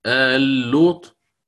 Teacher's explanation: قيل لقلة الحروف، قلة حروف الكلمة الأولى آل لوط، يعني عندما ستدغم اللام الأولى في الثانية صارت آل لوط · Term: الإدغام